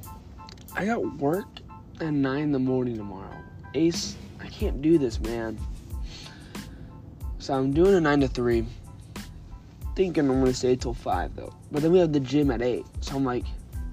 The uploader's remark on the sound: Talking while locked outside